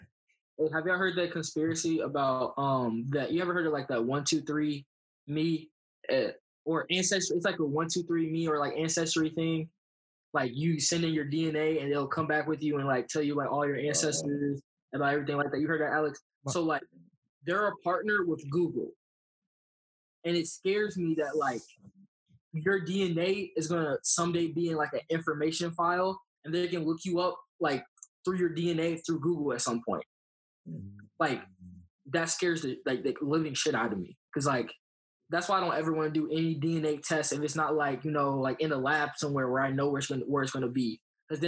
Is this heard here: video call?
yes